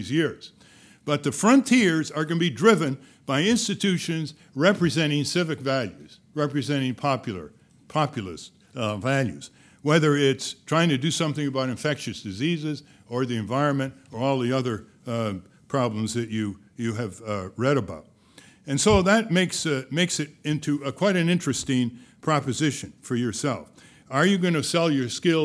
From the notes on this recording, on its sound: In this video podcast, recorded at the 2007 International Achievement Summit in Washington, D.C.